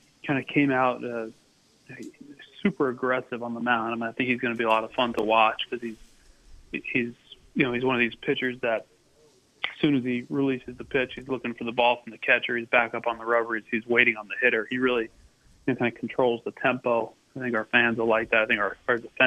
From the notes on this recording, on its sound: called in today